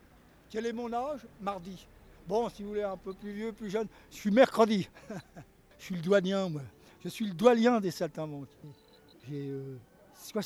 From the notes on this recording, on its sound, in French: Rencontre en marge du festival de chalon dans la rue ce clown à la manche de 85 ans. Interview en équilibre sur les mains du plus vieux saltimbanque du moment. CHALON DANS LA RUE 2008.